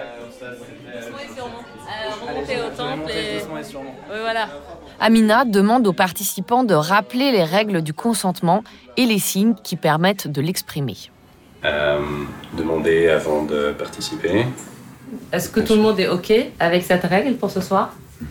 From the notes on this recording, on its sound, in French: Pour Défense de filmer et parce que leur anonymat est respecté, les participants ont accepté d’être enregistrés au cœur d’une Love Night.